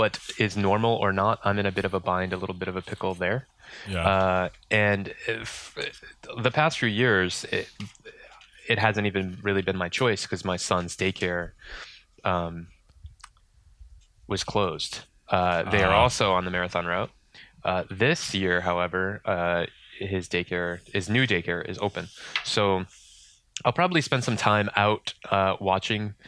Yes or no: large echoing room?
no